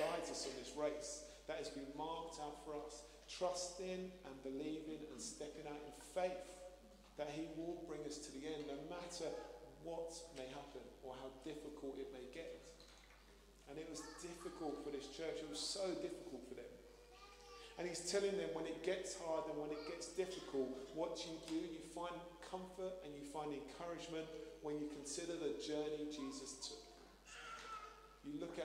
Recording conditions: large echoing room